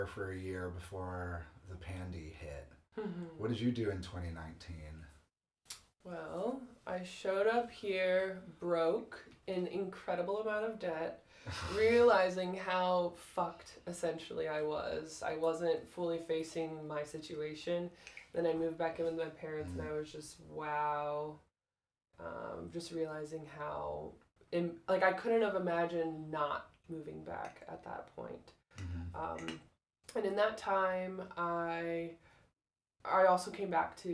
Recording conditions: sounds in the background